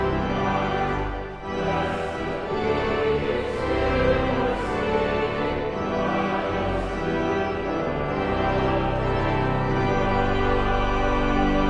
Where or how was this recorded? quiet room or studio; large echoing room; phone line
large echoing room